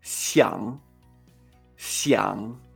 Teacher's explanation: cuando es I-A-N-G, y tenemos esa G final, entonces sí que lo pronunciamos con A